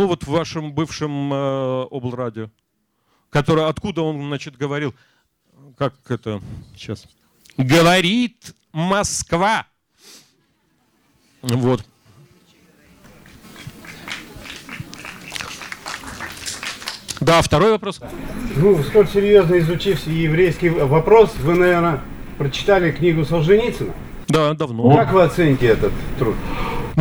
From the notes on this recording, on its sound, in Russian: со зрителями в Екатеринбурге